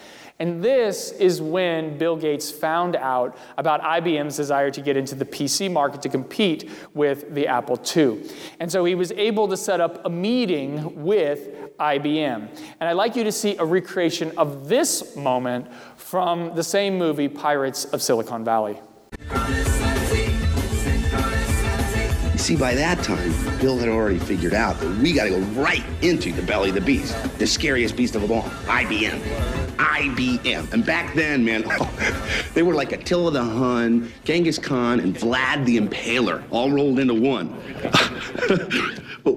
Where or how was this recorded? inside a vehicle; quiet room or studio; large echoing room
large echoing room